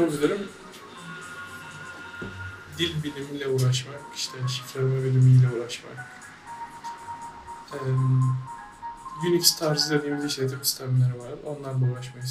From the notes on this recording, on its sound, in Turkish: Takdir edersin ki kayıtları telefonumla alıyorum.